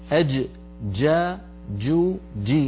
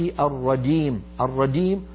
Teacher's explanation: الجيم الفصيحة من وسط اللسان وصوتها شديد · Shown in: first take · لا تستعملي طرف اللسان في مخرج الدال حتى لا تخرج معك الرجيم، الرجيم صارت الجيم أشبه بالدال.